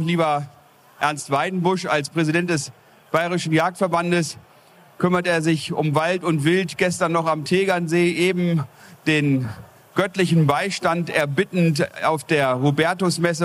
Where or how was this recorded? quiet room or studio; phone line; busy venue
busy venue